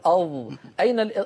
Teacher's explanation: انحصار للصوت بين مقدم اللسان ومؤخرته مع قبة الحنك الذي نسميه بالعامية سقف الحلق. · Term: الإطباق